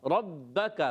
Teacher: काफ को बारीक रखना है, काफ ज़बान की जड़ और तालु के सख्त हिस्से से अदा होती है